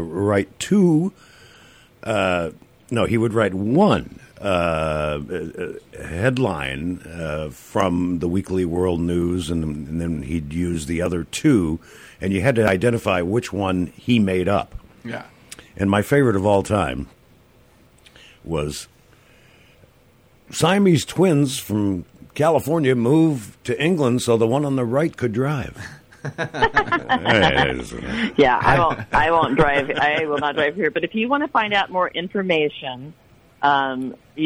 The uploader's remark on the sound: We get a phone call